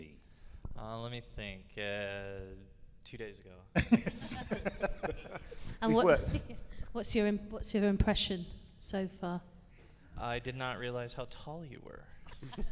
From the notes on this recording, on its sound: Are in attendance at the Chicago TARDIS convention. Join them on stage for this 'recorded-as-live' podcast.